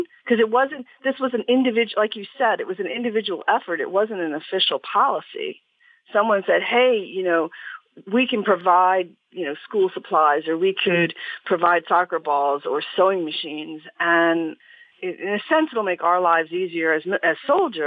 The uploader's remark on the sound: Listener Call 2